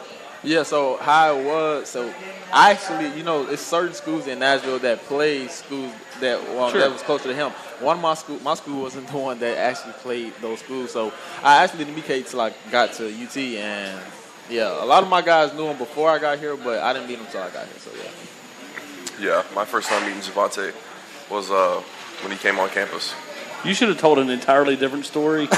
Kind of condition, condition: setting, busy venue